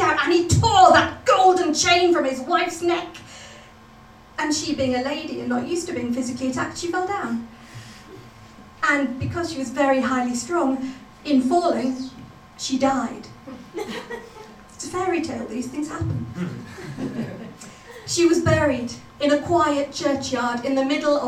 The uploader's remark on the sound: Extracts from the live Stand Up Tragedy that happened at The Leicester Square Theatre on Monday 4th June 2012.